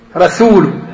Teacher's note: ثم إن السين مرققة من حروف الهمس والصفير